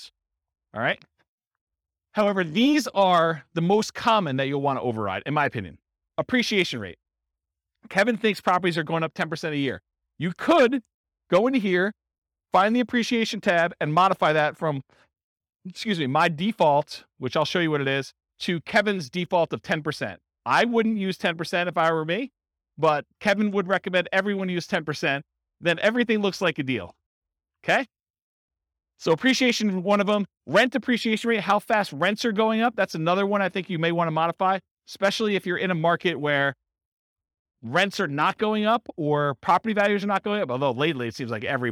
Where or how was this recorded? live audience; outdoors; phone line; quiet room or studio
live audience